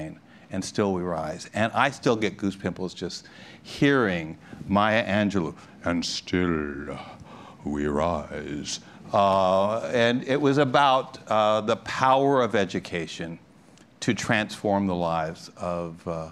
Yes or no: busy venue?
yes